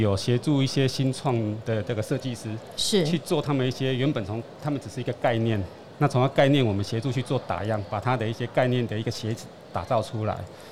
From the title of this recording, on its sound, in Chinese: 2022 Medical Taiwan台灣國際醫療暨健康照護展 -Live Podcast